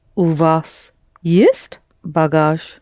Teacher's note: Only please will you raise your voice only on one word, есть?